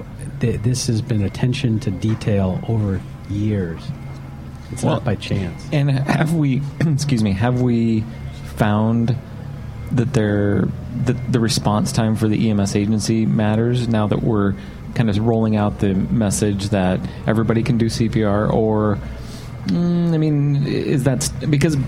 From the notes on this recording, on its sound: From the show floor at EMS Today.